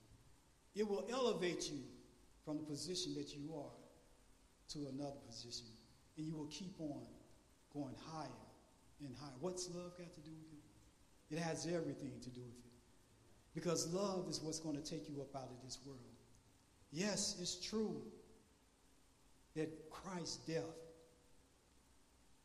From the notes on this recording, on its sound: Sabbath Worship Service at Tabernacle of Praise SDA Church